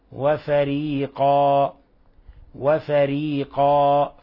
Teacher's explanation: هذا اسم مد عوض، عوضنا عن تنوين الفتح بأن أثبتنا الألف فقط، أثبتنا الألف، هذا اسم مد عوض لا يزاد عن حركتين. وفريقا، كثير من الأئمة اليوم يعني طالعين تبعا لتقليد بعض القراء الذين فتن الناس بأصواتهم أنهم يمدونها أربع حركات، وبعضهم ربما أكثر من ذلك، وهذا لحن قبيح.